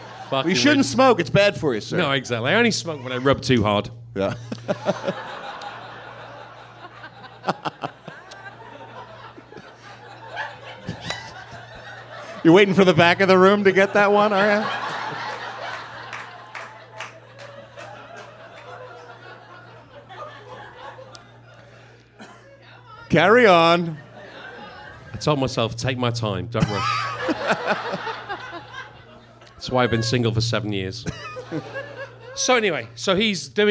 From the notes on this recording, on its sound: In front of a LIVE sold out audience at the world-famous Improv Comedy Club in Hollywood. The crowd was amazing!